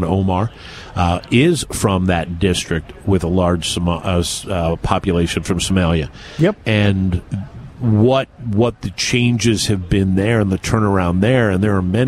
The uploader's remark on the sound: Broadcasting live from Washington DC during the FAIR Hold their Feet 2 the Fire Convention.